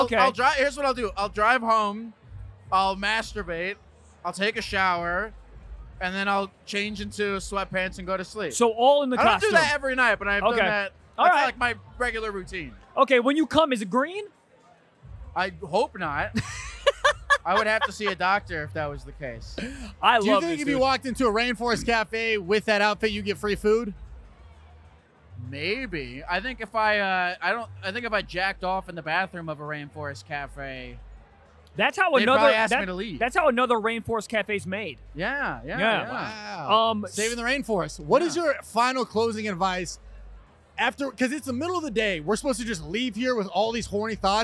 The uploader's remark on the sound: Live From The AVNS.